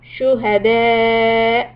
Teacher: here you have a Hamza with one fatha. So that means when you stop, you put a sukoon on the Hamza and then takes a little hiccup or cut off sound